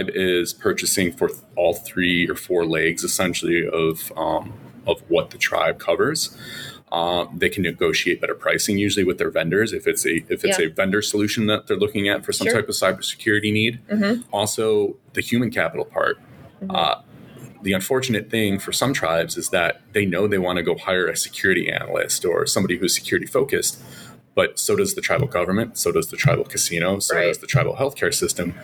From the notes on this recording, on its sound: We're at the TribalNet Conference & Tradeshow.